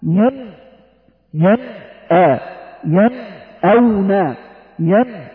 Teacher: هي فيها غنة ولكنها شيء بسيط أقل من أن تكون مشددة أو مخفى · Term: المرتبة الثالثة